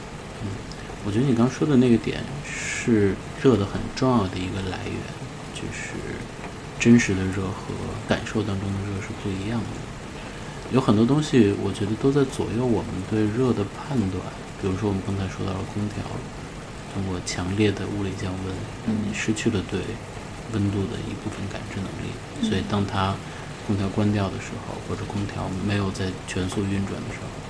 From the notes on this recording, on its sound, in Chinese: 录制背景是北京的夜雨哦！